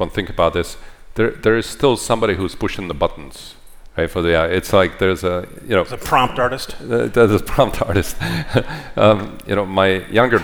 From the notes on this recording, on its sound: live on stage at the Code conference